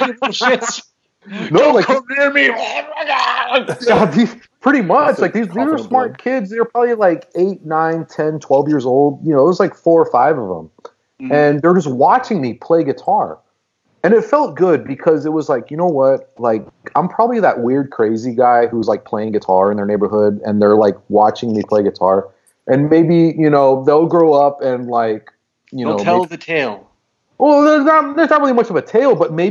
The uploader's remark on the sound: Due to CDC social distancing recommendations, this episode was recorded remotely via Skype. We apologize for the reduced audio quality.